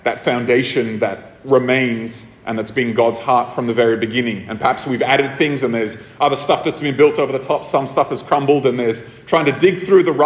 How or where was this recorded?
live audience